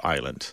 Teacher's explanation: The S is not pronounced in French. Therefore, we don't pronounce it in this word island.